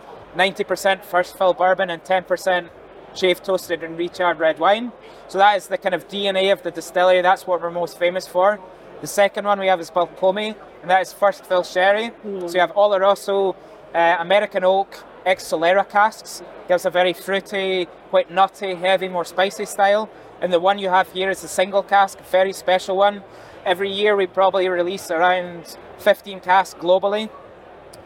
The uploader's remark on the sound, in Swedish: när han besökte Stockholm Beer and Whisky festival